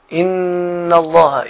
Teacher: النون هنا مشددة. تمام. تشد وتغن مقدار حركتين